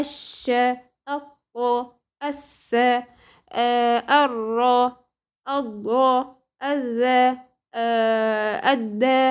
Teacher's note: تتحول اللام إلى حرف نفس جنس الحرف اللي جاي بعدها وتضغم فيه